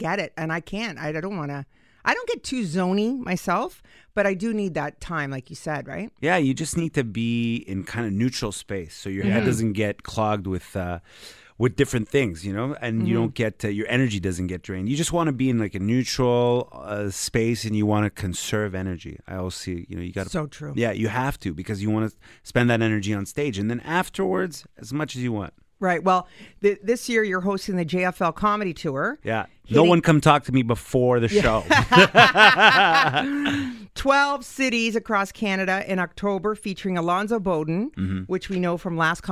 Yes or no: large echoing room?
no